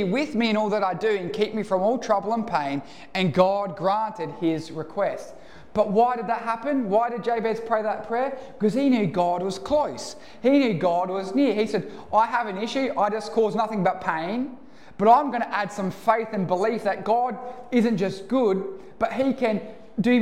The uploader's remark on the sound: Recorded live at One Heart Church (Port Lincoln).